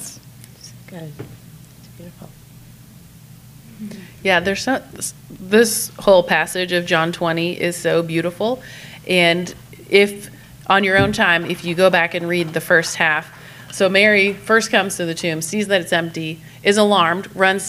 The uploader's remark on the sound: Live Recording. This week we’re doing a very exciting recording with a live audience at the Jubilee Conference.